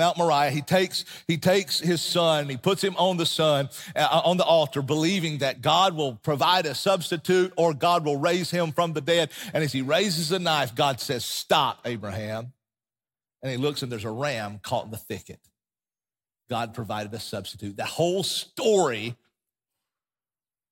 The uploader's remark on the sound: Recorded from the LifePoint Church Smyrna Campus in Smyrna, TN.